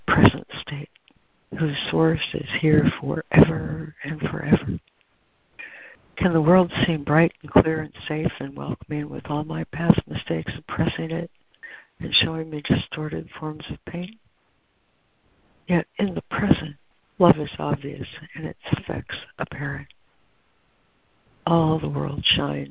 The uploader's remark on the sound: ACIM Daily Conference Call.